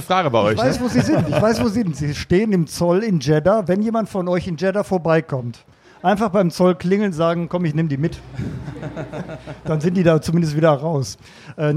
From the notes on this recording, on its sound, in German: Live im Café Fahrtwind. Es entstand ein Livepodcast mit Motorradreisenden, Motorradmedienmacherinnen und dem wunderbarsten Publikum.